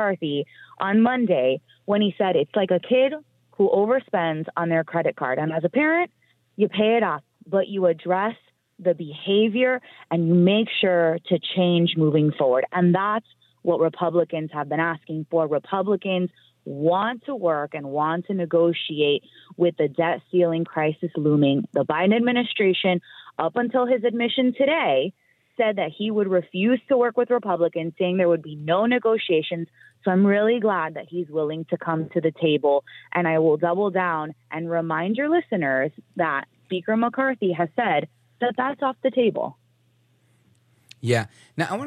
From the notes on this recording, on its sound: your calls in open phones across America